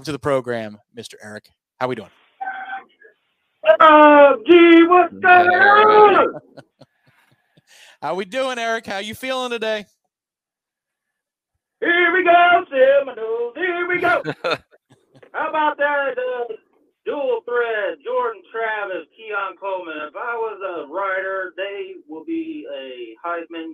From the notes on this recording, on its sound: LIVE Warchant Gameday Postgame Call-In Show. The Warchant Gameday postgame call-in show is LIVE recapping the Florida State/Syracuse game.